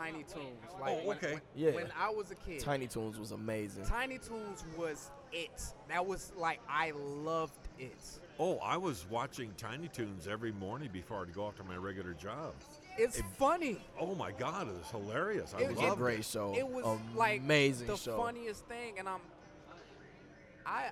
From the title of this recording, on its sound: Live at Downriver Comic-Con (Day 2)